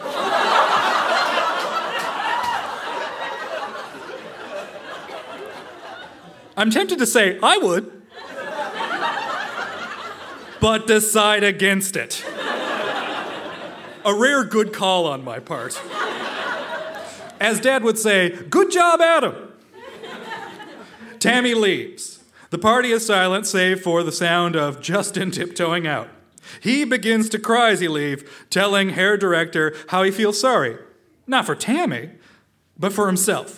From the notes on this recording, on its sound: Recorded live at The Spice Factory in Hamilton.